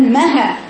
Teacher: الهاء رقيقه والمد اللي بعدها ايه رقيق